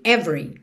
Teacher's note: o E do meio não é pronunciado, então você já junta o V no R